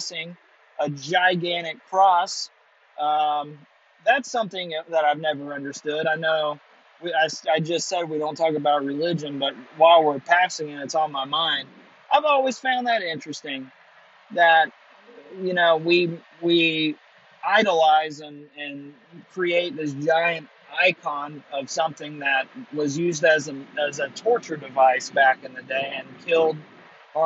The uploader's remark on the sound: Coming to you live at 2am with my shitty AirPods. Driving home from a trip to visit my mother I decided to record my thoughts with my shitty AirPod mic.